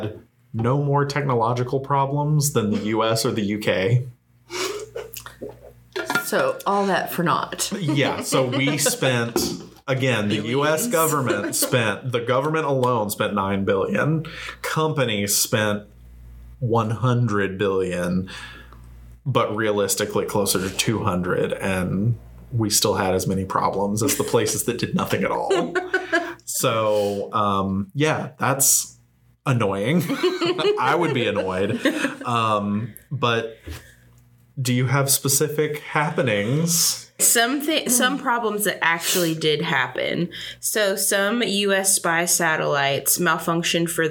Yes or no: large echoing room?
no